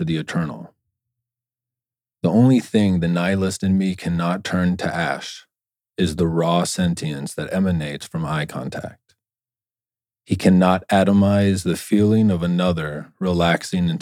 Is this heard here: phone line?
no